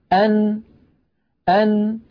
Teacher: خرجت بقرع طرف اللسان لما يحاذيه من غار الحنك الأعلى. إذن نخلص إلى نتيجة: الحرف الساكن يخرج بالتصادم بين طرفي عضو النطق. · Term: النون الساكنة